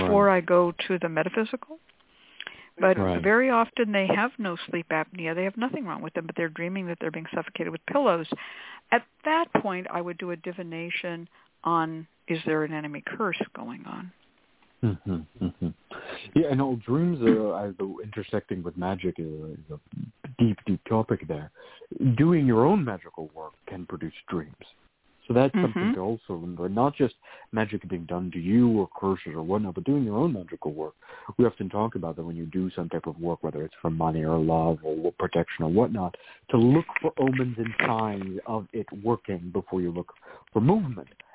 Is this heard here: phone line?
yes